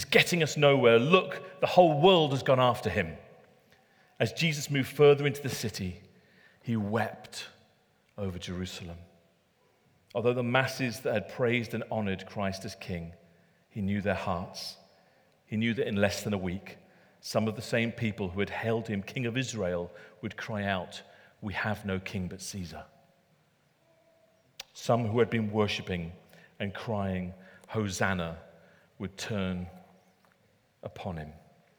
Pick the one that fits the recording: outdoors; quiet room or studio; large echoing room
large echoing room